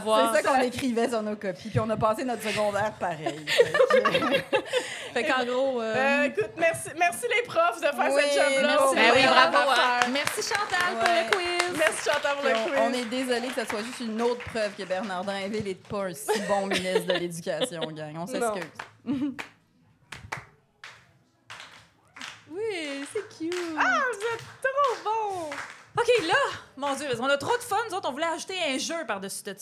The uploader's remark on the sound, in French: enregistré à l'Idéal mercredi le 4 octobre 2023